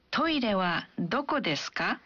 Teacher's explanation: Saat kita mengajukan pertanyaan dalam bahasa Jepang, kita biasanya menambahkan ka di akhir kalimat dan mengucapkan kalimatnya dengan intonasi yang menanjak